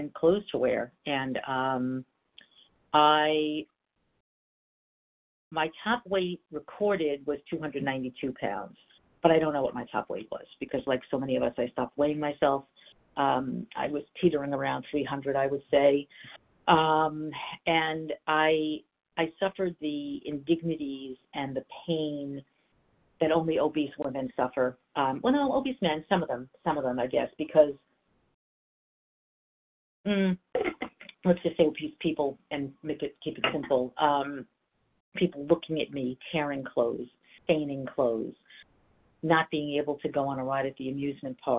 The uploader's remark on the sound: 100 Pounders Phone Meeting.